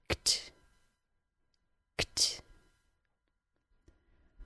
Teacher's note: So, to make the K sound followed by the T sound, the tongue needs to move very quickly first rising in the back of the mouth to stop the air, then releasing it as the tip of the tongue rises.